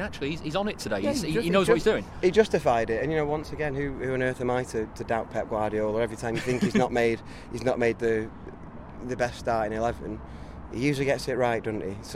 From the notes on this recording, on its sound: Outside the Etihad Stadium, following Manchester City's 4-1 win at Brighton to secure the Premier League title.